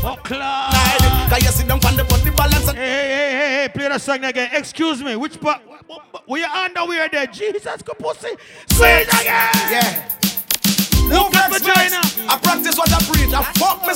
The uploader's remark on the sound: Sexy Boots Affair "Grown & Sexy" Live in LA